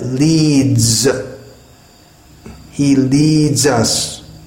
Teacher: It's written with an S, but it's pronounced something like a Z.